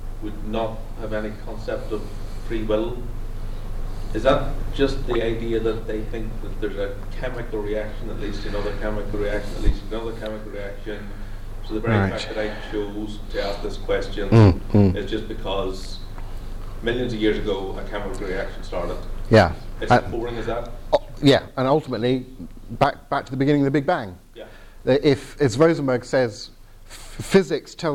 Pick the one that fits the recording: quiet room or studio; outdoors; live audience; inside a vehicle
live audience